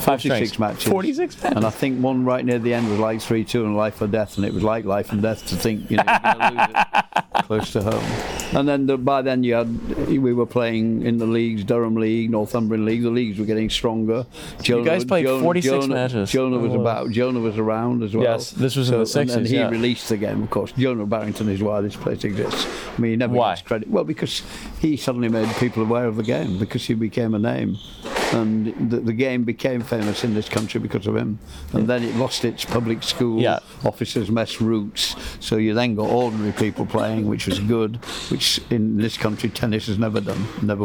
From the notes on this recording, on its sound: Takes Outside The Glass into a betting shop in Pontefract to put a wager down.